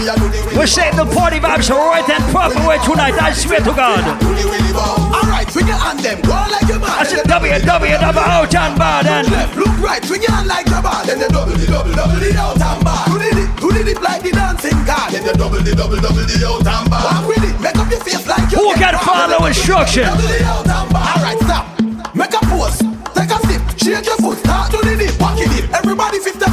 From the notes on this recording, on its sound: Audio recording of my live set at Island Saturdays on Sept 9th